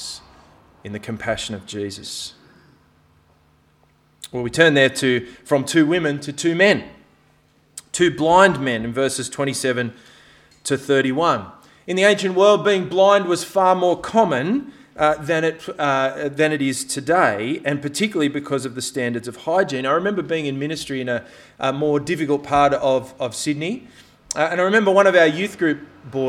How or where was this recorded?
large echoing room